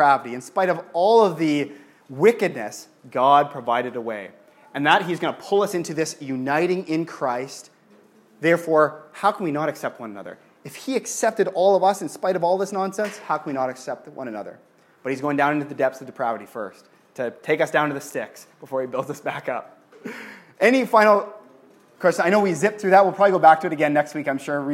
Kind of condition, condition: setting, large echoing room